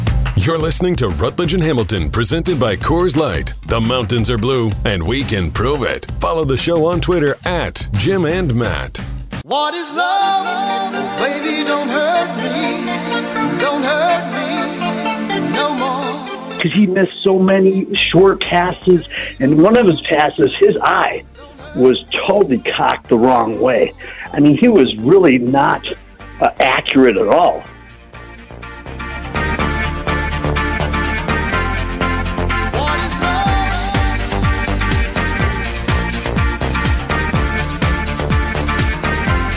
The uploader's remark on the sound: a fiery phone call